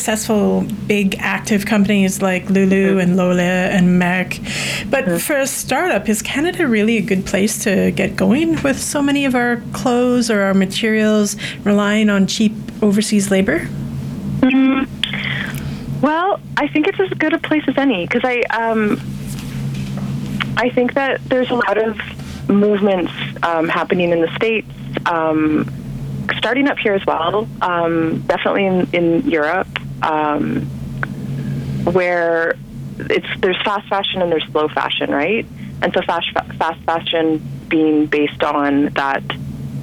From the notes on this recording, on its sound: on the phone for the February edition of Bike Bits